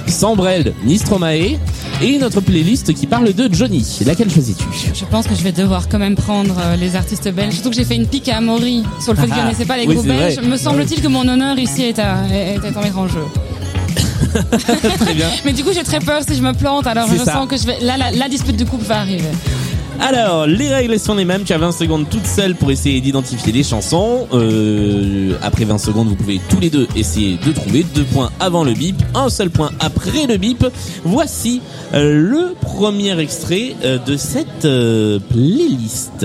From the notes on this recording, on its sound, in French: Tout droit venus de Bruxelles, pour une partie enregistrée à Lille, au food court Grand Scène !